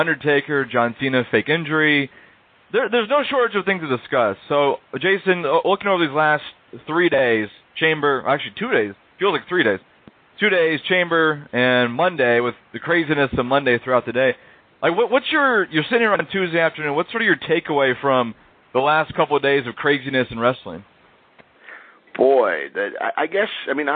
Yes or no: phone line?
yes